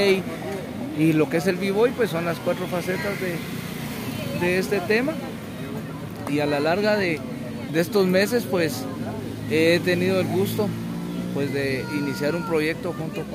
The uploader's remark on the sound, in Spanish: Puente Levadizo salió a la calle y por eso escucharán bastante sonido ambiente en este episodio, incluso, algo de hip-hop. En el parque San Sebastián se reúne un grupo de jóvenes que se dedican al arte urbano.